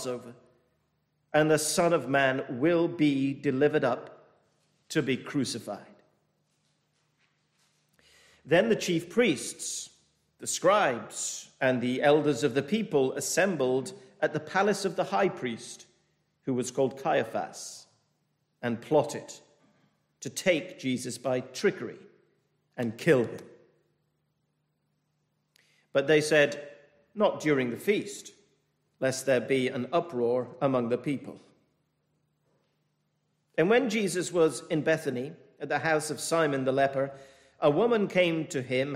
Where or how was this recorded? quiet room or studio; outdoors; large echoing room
large echoing room